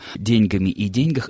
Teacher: в слове «деньги» во множественном числе во всех падежах ударение должно падать все-таки на первый слог, в отличие от единственного числа.